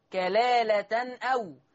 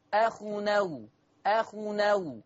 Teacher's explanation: نقلنا فتحة الهمزة إلى التنوين · Shown in: second take · كلالة نو، كلالة نو. · Term: النقل